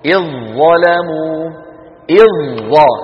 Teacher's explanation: أيضا من جملة أمثلة المتجانسين إدغام الذال في الظاء